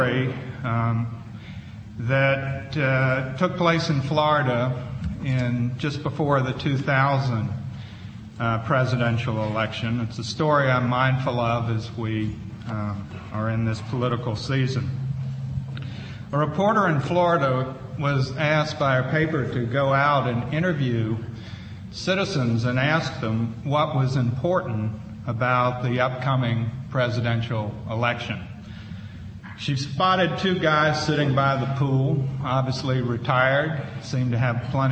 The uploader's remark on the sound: Princeton Colloquium on Public and International Affairs - Day One - Dodds Auditorium 3:00 pm session.